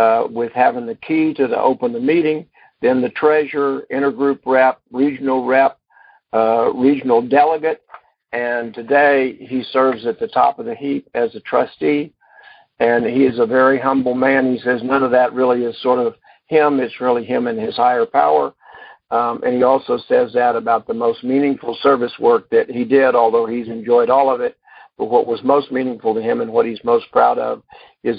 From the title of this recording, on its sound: Monday Noon Phone Speakers Series